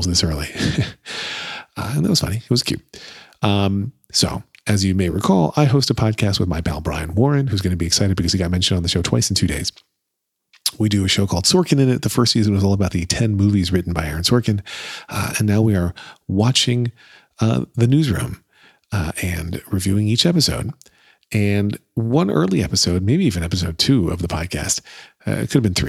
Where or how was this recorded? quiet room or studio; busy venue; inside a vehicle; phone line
quiet room or studio